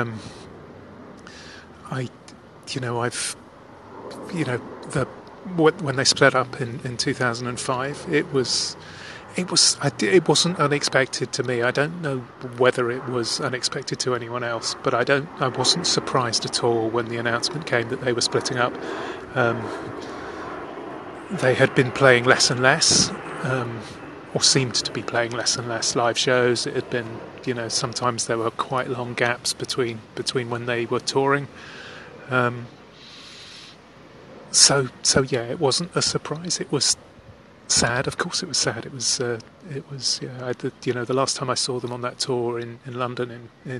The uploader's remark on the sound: I headed to The Thames at lunchtime and sat on the steps leading down to the river, and talked into my phone.